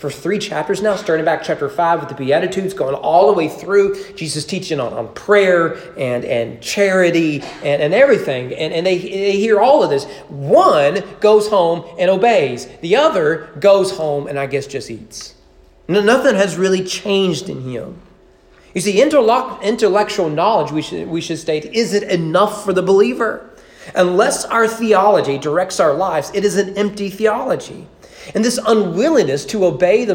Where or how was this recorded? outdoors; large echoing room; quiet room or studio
large echoing room